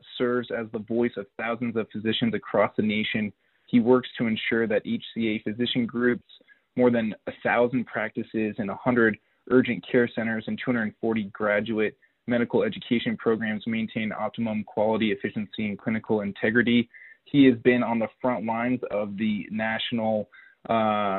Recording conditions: phone line